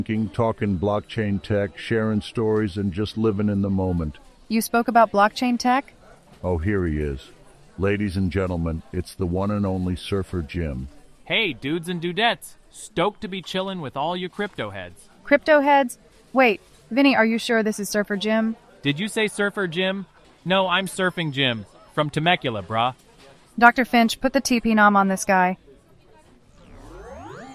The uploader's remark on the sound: A roundtable discussion of the BitBlockBoom 2023 conference direct from IHOP in Pflugerville, TX.